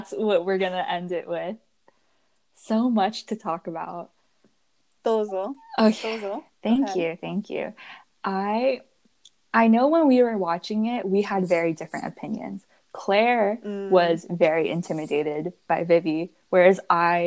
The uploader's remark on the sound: Please forgive the classic spotty audio